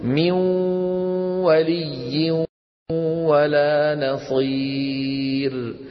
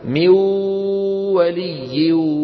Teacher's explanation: الإدغام الكامل ما فيه حرف فرعي، لكن بالإدغام الناقص لما نقول مثلا ندغم النون في الواو، لما نقول من ولي ولا نصير، الآن وأنا أقول من في مكانين عم يخرج منهم الصوت، الأنف عم يطلع منه غنة، والشفتين شو عم يطلع منها؟ واو · Shown in: first take · من أجل هذا اعتبروه حرف فرعي، لأنه لا هو نون ولا هو واو صرفة، هو صوت المسموع صوت مزيج، صوت ممزوج من غنة النون ومن الواو